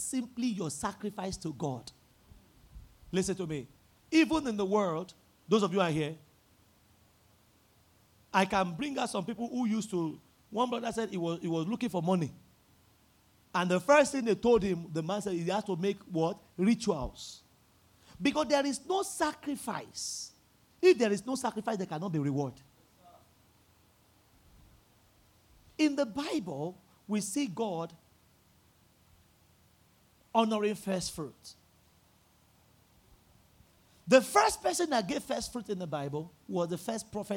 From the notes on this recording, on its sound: At the 5 Sundays Turnaround Power of Prayer Service held at Royal Grace Chapel.